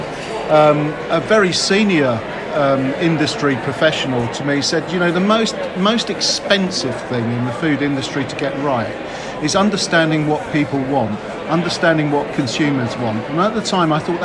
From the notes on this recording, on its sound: Live from EFFoST 2022 Dublin. Three interviews from the EFFoST 2022 conference at Dublin’s Aviva Stadium.